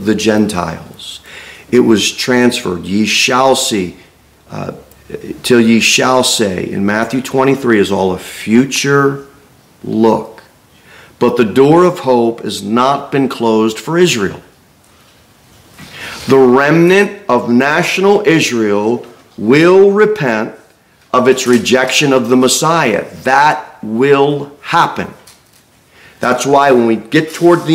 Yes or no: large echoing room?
yes